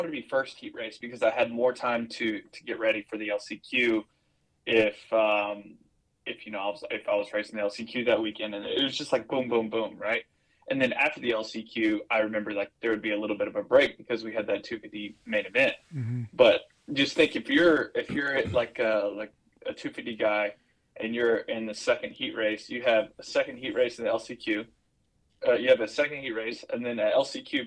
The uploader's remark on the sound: called in on today's show